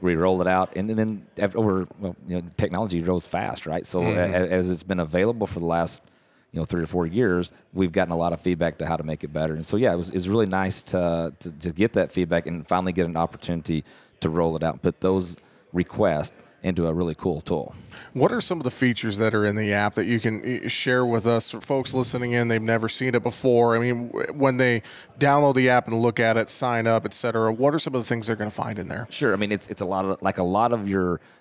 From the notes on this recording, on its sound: We are live today from the AgMarket.net Farming for Profit, Not Price Conference in Nashville, TN.